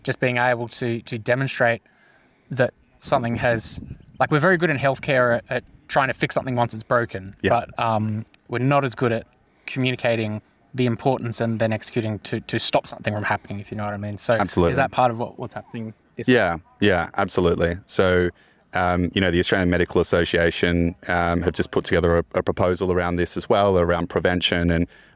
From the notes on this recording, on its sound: recorded at the Digital Health CRC Curiosity Camp